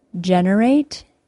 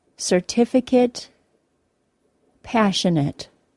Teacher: the final syllable of generate sounded like eight with a long A sound, but the final syllable of the words certificate and passionate sounded like it with a short I sound